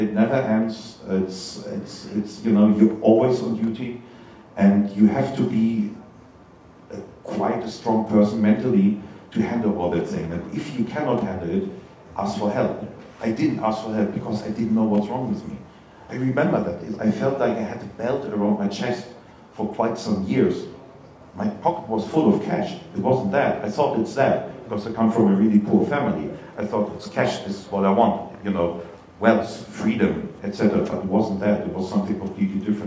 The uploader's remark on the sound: A Panel at Mixcon